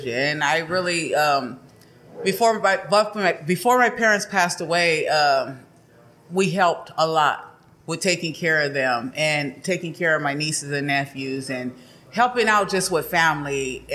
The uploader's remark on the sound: Calexico Brewing Company for allowing us to record this episode at their tap room!